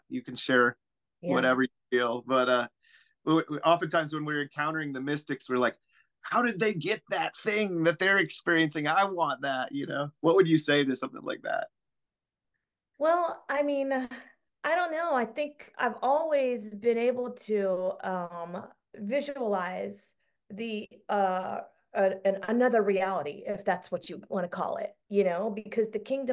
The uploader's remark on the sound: Zoom call